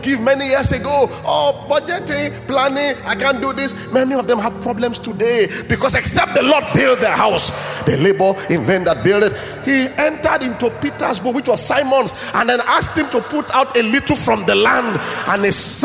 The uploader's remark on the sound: At Gracemade Christian Center's first-ever Grace Conference, celebrating the church's 5th Anniversary.